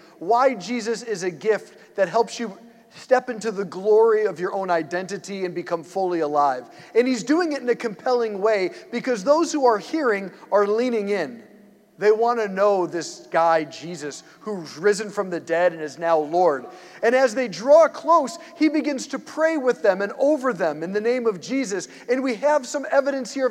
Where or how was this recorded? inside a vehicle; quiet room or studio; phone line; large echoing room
large echoing room